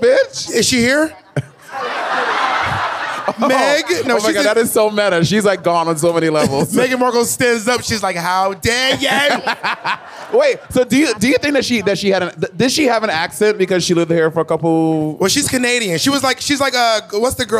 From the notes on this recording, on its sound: In this episode its the live footage from our panel at Drag Con UK.